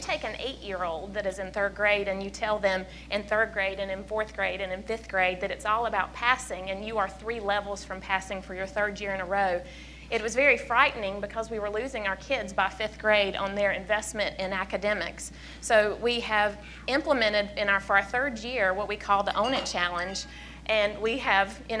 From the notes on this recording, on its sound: This week’s show was recorded live at the Public School Forum of North Carolina’s Eggs & Issues Breakfast.